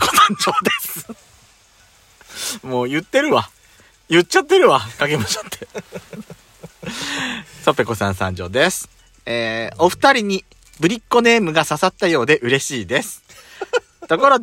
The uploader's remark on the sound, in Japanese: パーキング収録